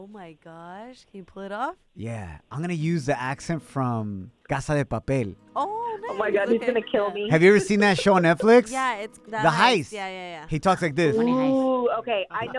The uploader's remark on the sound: Our listener called in wondering if she should forgive her husband. Our listener called in the "Toxica Hotline".